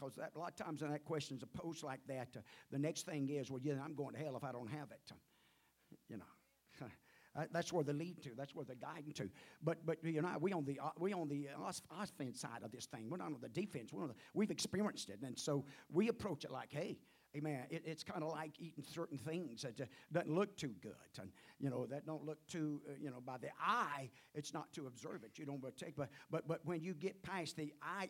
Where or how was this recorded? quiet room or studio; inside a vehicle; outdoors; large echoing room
large echoing room